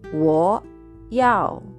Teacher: 字で、やおと発音し、この発音はですね、上から一気に9個がする音です。で意味は、あの、必要とかね、欲しいというふうな動詞なんですが、我要というふうに、我でしっかり沈んでおいて、要は高いところから一気に落ちる音